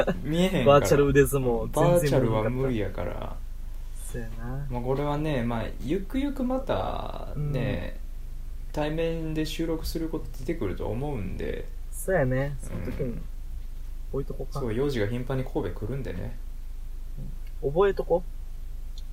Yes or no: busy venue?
no